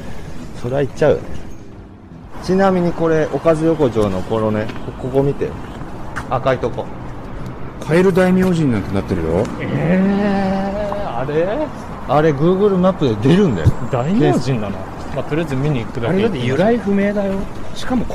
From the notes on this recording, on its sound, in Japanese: 浅草橋散策 その4 おかず横丁編。屋外ロケのためお聞き苦しいところがございますがご勘弁ください。